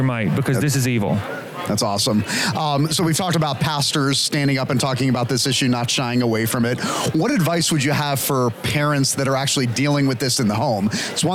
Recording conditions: busy venue